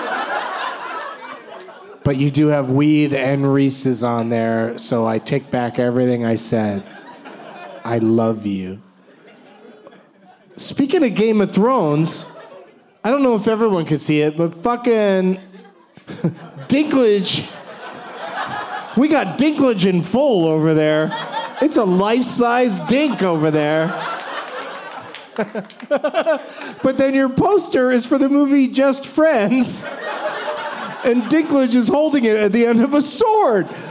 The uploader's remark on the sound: Live from the Improv in Brea